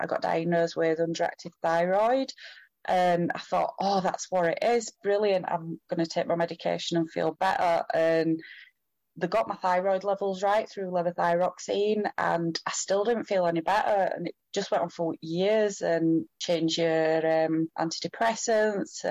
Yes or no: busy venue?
no